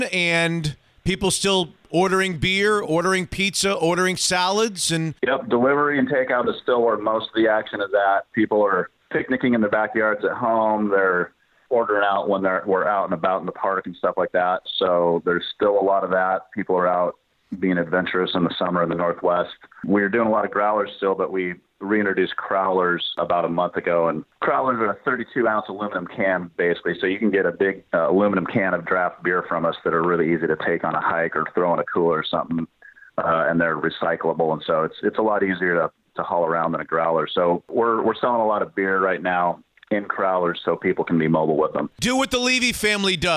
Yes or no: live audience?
no